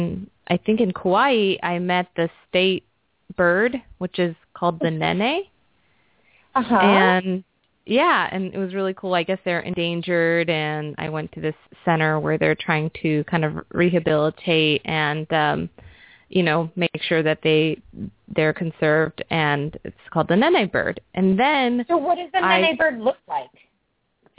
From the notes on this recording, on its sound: open up the lines for listeners to call